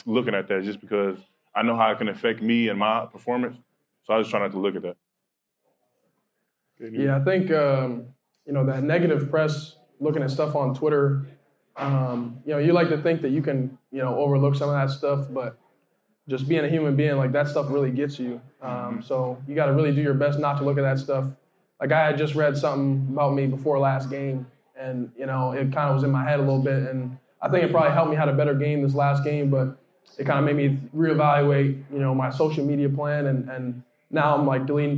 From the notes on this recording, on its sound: Huge shoutout to Champs Downtown for the helping us host this live show! Thank you to everyone who made it to the event!